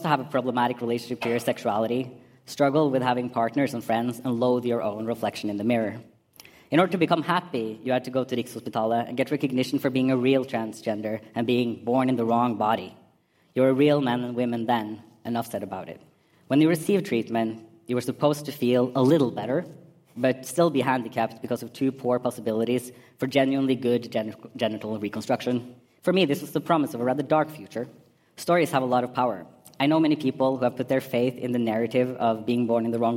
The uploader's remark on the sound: PKI/POGI 5 years anniversary party live podcast.